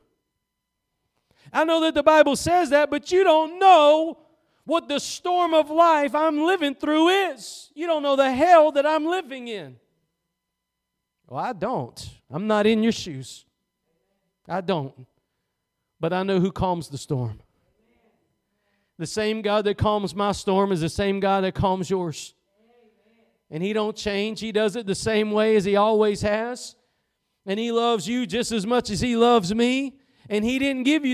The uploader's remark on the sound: Preached at Gospel Lighthouse in Bossier City, La.